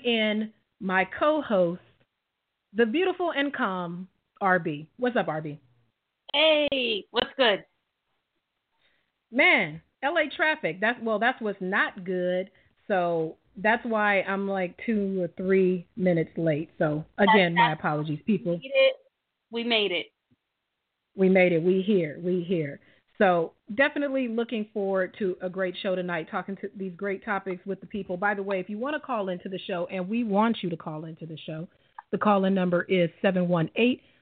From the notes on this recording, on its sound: Hold down the desk and open the phone lines to the listeners.